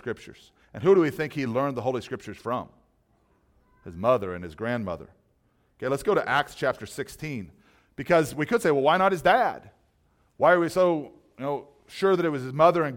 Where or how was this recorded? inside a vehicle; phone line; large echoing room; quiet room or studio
large echoing room